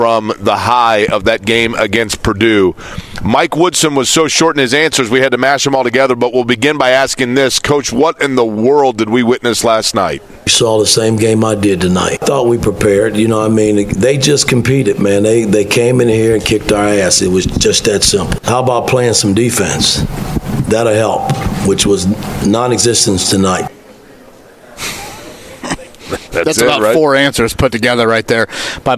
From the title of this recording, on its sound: LIVE at the NFL Combine